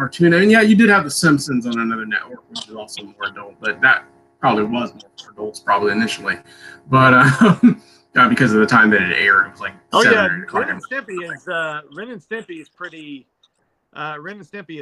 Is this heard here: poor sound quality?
yes